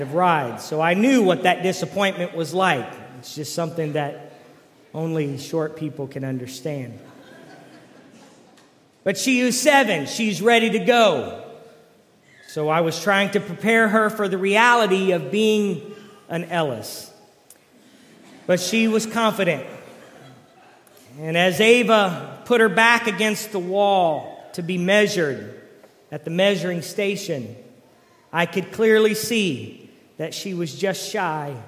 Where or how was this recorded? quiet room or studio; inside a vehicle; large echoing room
large echoing room